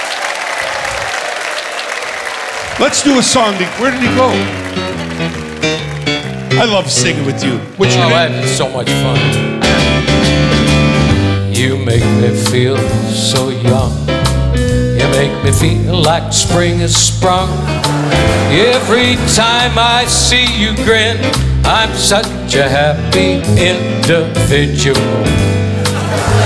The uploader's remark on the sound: Live at the SouthPoint Casino